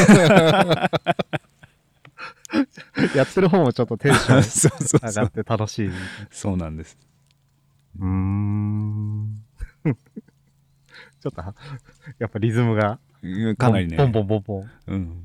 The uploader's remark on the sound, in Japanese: 焚火ラジオ初のリアルな焚き火の前での収録。冬の焚き火は心地よい。